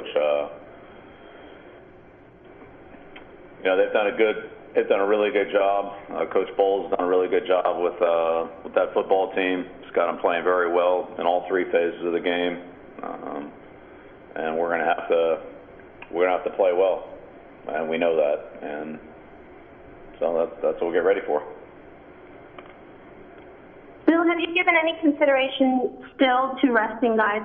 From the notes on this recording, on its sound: Opponent Conference Call. Head Coach of the New England Patriots Speaks with the New York Media.